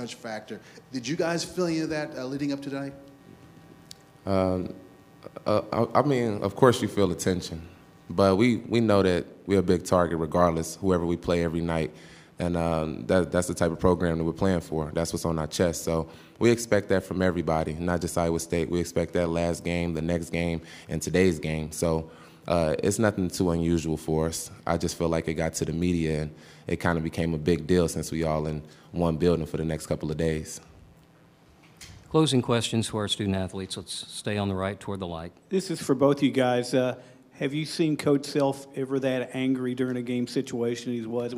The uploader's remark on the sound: Press Conferences & Post-Game Interviews